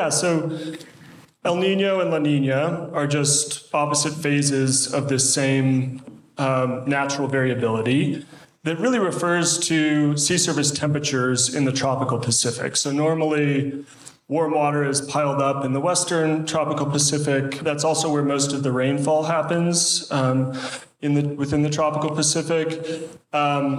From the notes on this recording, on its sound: Recorded LIVE at the 2022 Mountain Works Conference .